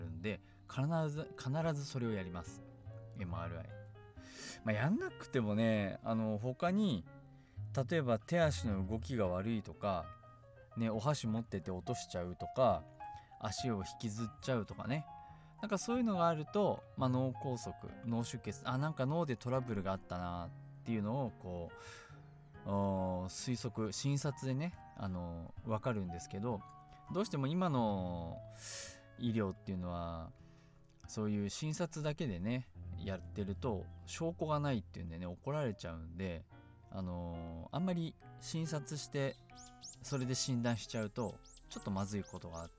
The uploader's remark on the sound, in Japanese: 今回はいい天気の時に庭で録音しました。鳥の鳴き声が入っていますがBGMと思って聴いてください。